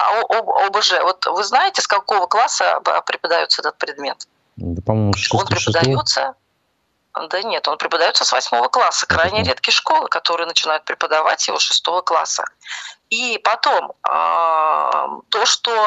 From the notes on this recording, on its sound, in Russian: По телефону